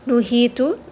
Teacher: Nuhitu, again, this is going to be a two count med. This ha is going to be from the lower throat, so I am not going to bring this up into the middle throat and make it very airy or breathy. Instead, it is going to be lower from the chest.